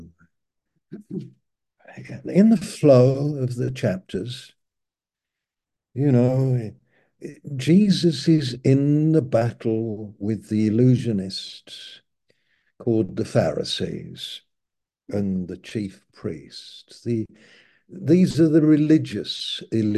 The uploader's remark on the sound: Malaysia Meets (Zoom)